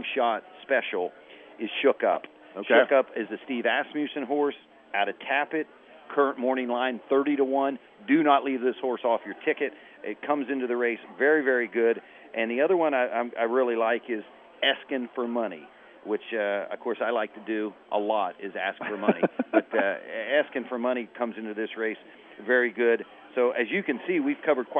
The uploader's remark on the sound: WSB special edition live from Churchill Downs